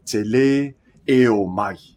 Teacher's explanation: It's important that te le and e are two different syllables. So really attack that second e.